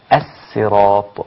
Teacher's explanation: أصل كلمة الصراط بالسين، الصراط كما قرأها قنبل وغيره، قنبل عن ابن كثير قرأ الصراط بالسين هكذا